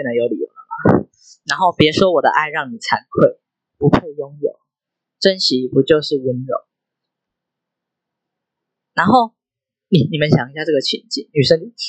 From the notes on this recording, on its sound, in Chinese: 我還在學習要怎麼剪輯跟降噪和錄音，第二支一定會好很多。另外因為我講話有一點慢所以有調整速度。